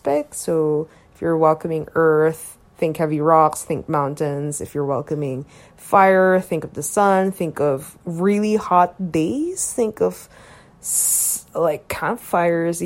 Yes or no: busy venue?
no